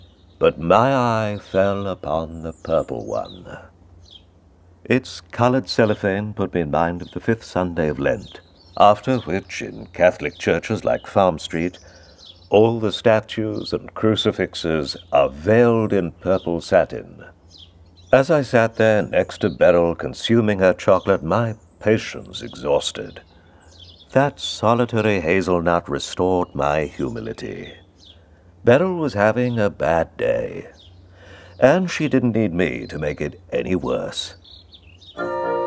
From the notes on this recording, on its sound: Recorded in the actor’s Sussex garden.